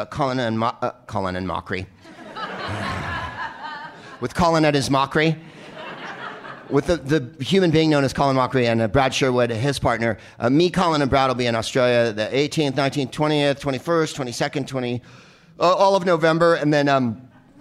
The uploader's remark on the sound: Live from Second City in Toronto as part of the Just For Laughs Festival